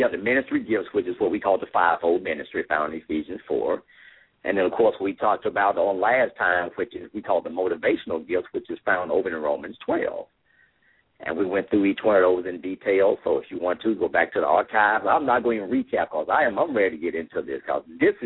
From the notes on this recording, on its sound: LML uses a progressive live call in format.